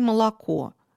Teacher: Это редкая особенность в русском, белорусском языке, в безударных слогах. Не различается «а» и «о». Мы не говорим с вами отчетливо «о» в слове «молоко». · Term: аканье